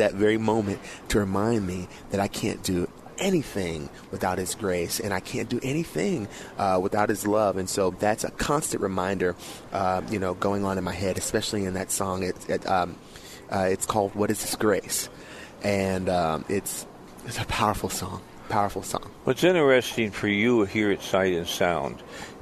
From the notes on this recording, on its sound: broadcasts from Sight and Sound Theater in Branson, MO